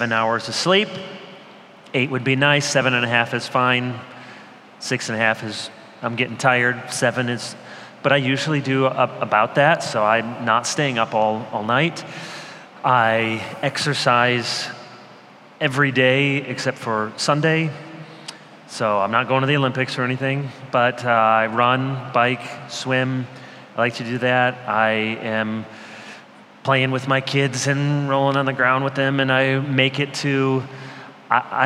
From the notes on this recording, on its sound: The Gathered and Scattered Podcast features keynote and breakout sessions from our annual conference at Redeemer Presbyterian Church in Detroit, MI.